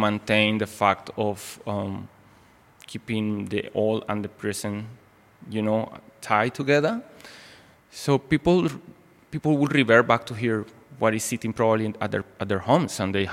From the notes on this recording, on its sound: Live conversation in the gallery